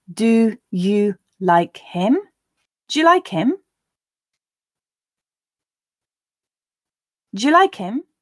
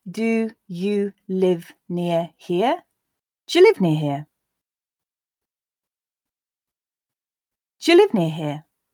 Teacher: in the present tense, the d also often changes to j in do you questions. Because again, we're not pronouncing that schwa, that form in the do weak form d.